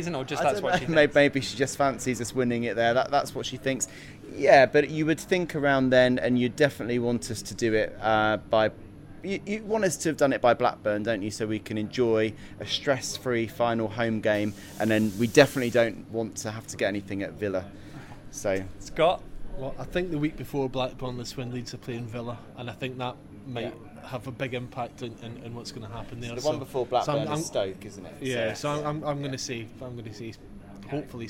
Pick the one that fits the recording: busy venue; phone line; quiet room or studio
busy venue